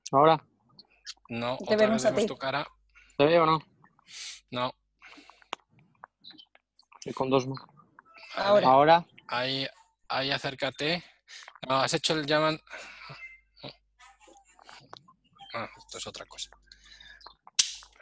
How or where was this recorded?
video call